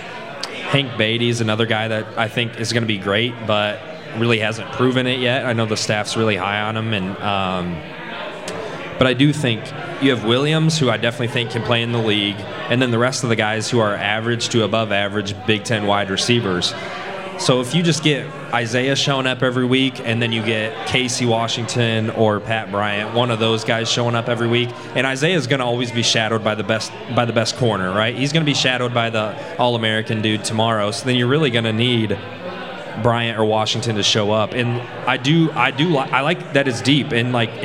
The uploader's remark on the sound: Live from Pour Bros. Craft Taproom